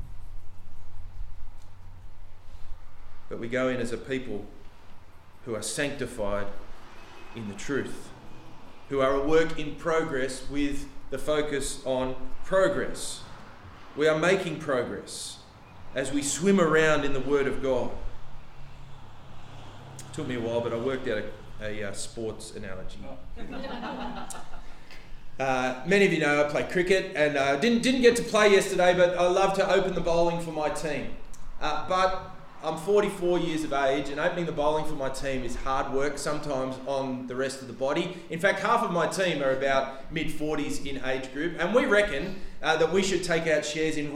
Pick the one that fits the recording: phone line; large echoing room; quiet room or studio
large echoing room